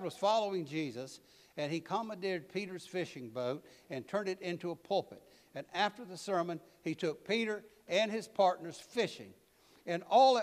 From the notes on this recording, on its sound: preached at All Saints Anglican Church in Charlottesville, VA